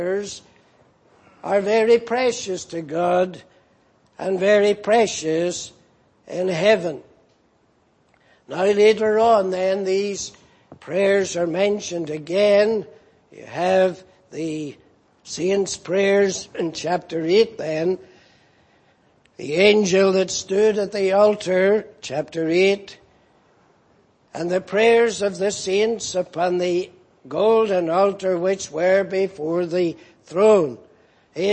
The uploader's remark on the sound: Preached in Grafton. At the Lord's Day Morning service on 17th March, 2019.